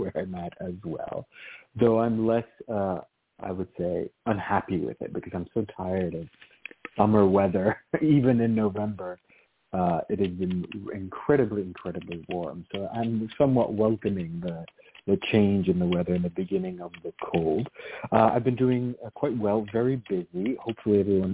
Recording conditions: phone line